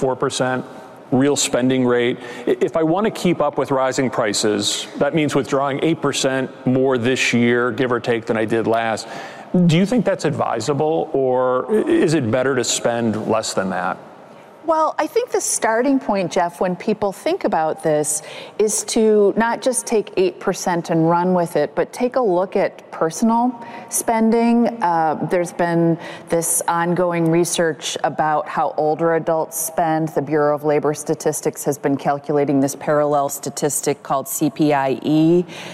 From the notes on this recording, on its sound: Which we recorded live at the annual Morningstar Investment Conference held recently in Chicago, Illinois. In this panel discussion, recorded before a live audience.